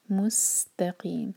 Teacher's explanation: سین کے مخرج کو واضح کریں، سیٹی کی طرح آواز آنی چاہیے. مستقیم، تا کو ہیوی نہ ہونے دیں.